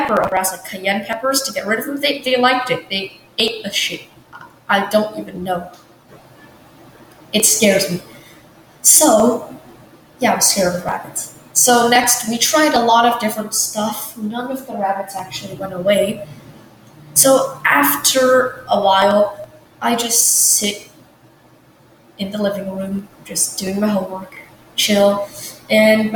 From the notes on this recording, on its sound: my mic is horrible and theres so much echo